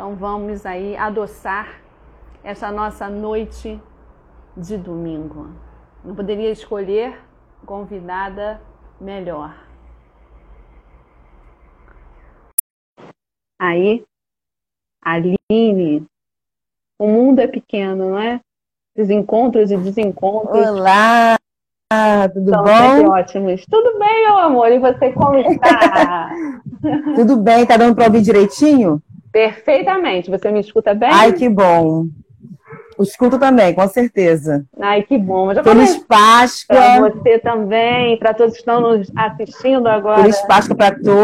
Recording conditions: video call